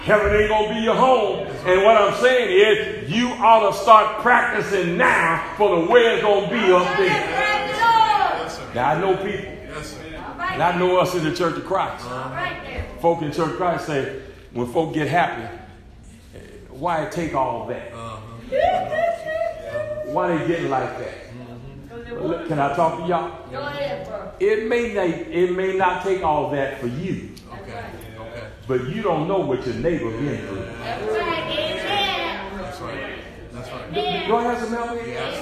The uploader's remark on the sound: SERMON PREACHED AT ARCOC